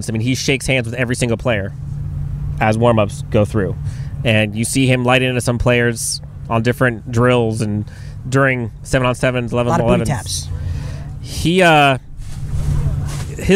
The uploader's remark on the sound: LIVE FROM TRAINING CAMP